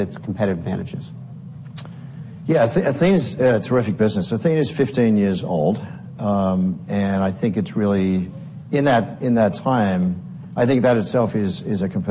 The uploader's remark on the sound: at the Bank Of America Securities 2024 Financial Services Conference in a fireside chat